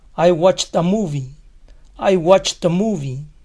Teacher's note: la t se oye más clara al juntarse con la a